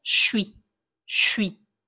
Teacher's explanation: si je le dis de façon informelle, je vais pouvoir dire « je suis »,« je suis ». Ou alors « je suis », « je suis ». Donc, on colle les deux mots